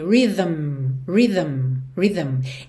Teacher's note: Esse M ainda tem som. É um humming.